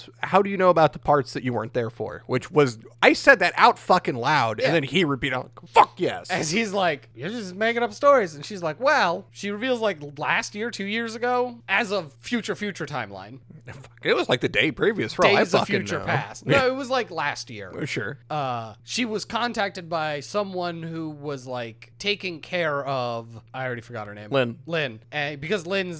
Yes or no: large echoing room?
no